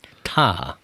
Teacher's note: A hehezett az azt jelenti, hogy a fölpattanás után mintha egy kis höbetűt, vagy höhangot mondanánk, ugye? Tá.